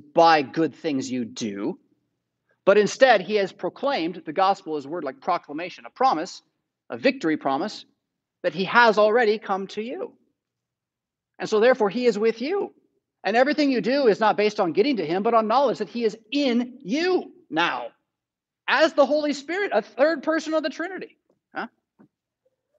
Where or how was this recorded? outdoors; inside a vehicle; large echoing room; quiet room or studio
large echoing room